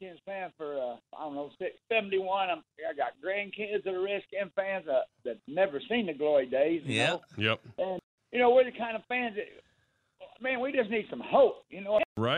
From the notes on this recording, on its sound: Also, fans call in to discuss as well.